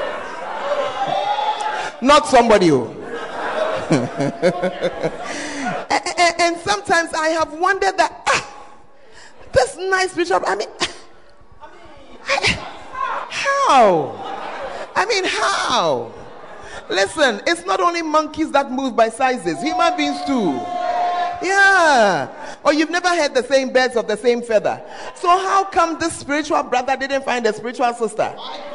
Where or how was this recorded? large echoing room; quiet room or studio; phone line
large echoing room